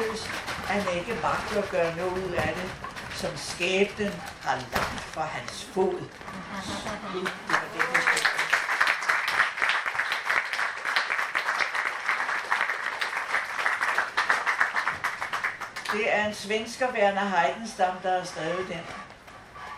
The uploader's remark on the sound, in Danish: live-optagelsen fra festivalåbningen